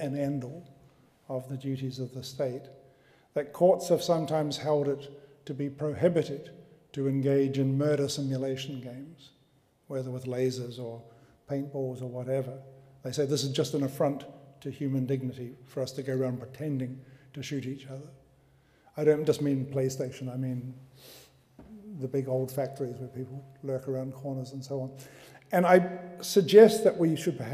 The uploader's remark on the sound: Recorded on 2 February 2015 at the University of Edinburgh's Playfair Library.